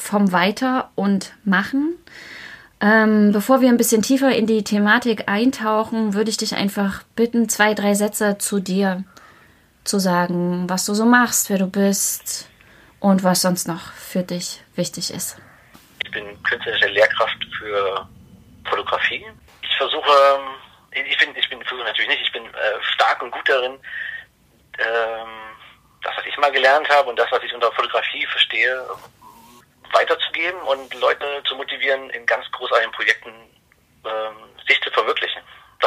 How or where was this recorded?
phone line